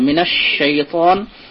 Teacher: শিনের উপর তাসদিদ আছে, লাম তারিফের ইদগাম হয়েছে, শিন এটা তাফাশি, শিনের জন্য তাফাশি, মানে না সিটি উচ্চারণ হবে আর না ভেতরে থাকবে, মানে একটু মোটা করে উচ্চারণ করতে হবে।